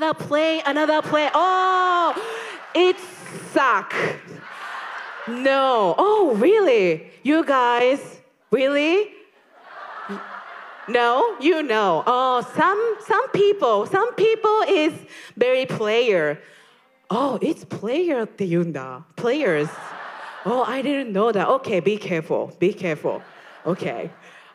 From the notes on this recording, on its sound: LIVE! Snippets from NYC & ATL. Here are snippets from the New York and Atlanta shows! We loved meeting the fans in person!